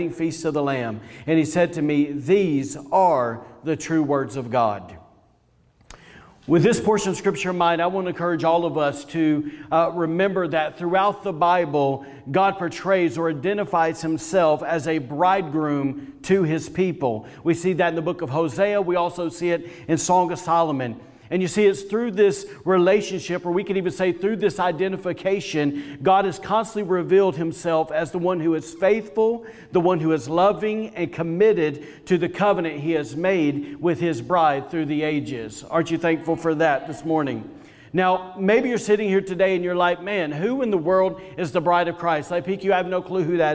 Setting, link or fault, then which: setting, live audience